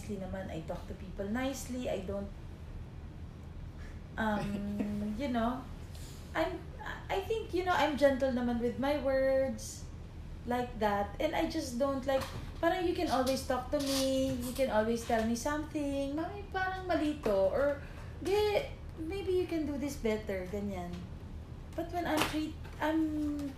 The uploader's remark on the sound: I hope the audio is better on your end